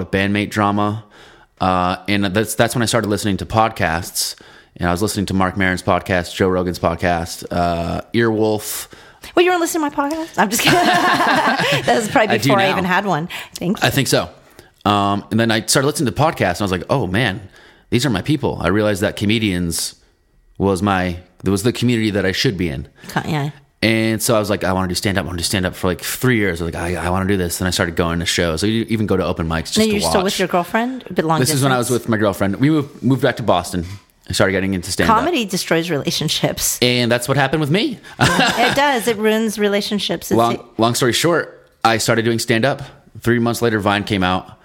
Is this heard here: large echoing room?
no